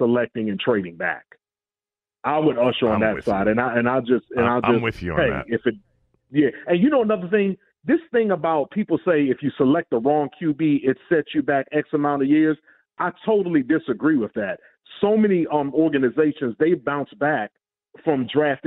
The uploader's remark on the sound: Opened up the phones to callers to weigh in on the QBs and the future at the position.